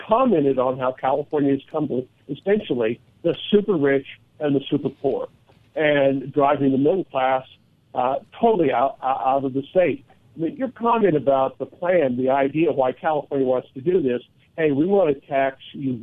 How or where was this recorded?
phone line